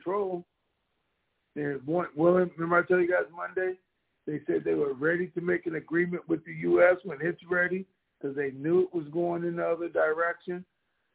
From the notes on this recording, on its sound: TNTSuperfantastic Conference Call